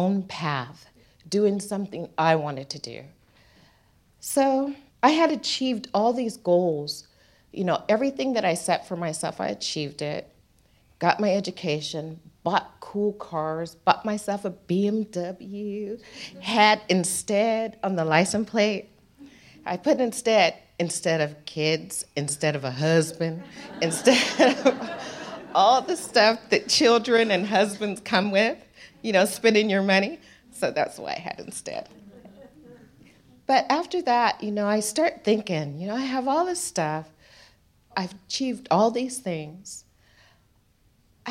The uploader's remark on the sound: SPUN: True Stories Told in the Territory is a live storytelling event. Popping up at different venues across Darwin. Our event at the Michael Long Centre on International Women's Day in 2019 where the theme was BACKBONE.